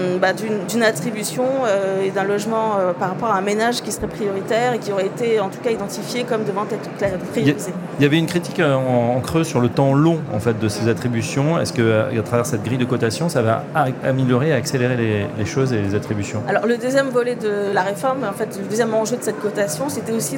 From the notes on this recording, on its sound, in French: en direct du 83e congrès USH à Nantes